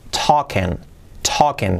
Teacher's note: La N no se pronuncia y es ahí como una E. Y la G tampoco se pronuncia.